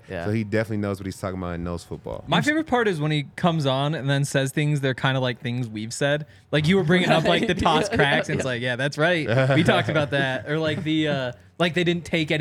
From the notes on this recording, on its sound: Coming to you LIVE from the DNVR Bar.